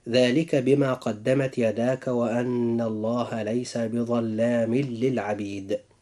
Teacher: جاء إدغام بغير غنة، حيث وقع التنوين في آخر كلمة بظلام، وجاء بعده اللام في كلمة للعبيد